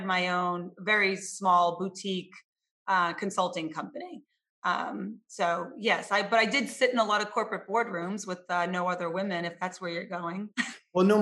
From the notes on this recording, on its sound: over Zoom for a 25-minute discussion